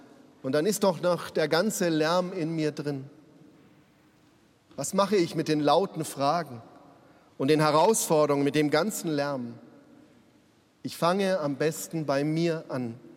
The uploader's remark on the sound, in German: Evangelischer Gottesdienst aus der St. Matthäus Kirche in München. Live-Gottesdienst-Übertragung.